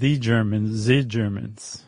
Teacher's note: a German learning to speak English may have a tougher time with the TH sound, and they may say like a TZ or a harder S in place of it. Like instead of the Germans, the Germans.